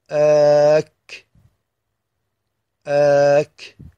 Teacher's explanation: فهذا حرف الكاف يكون مكان نطقه هو اللهات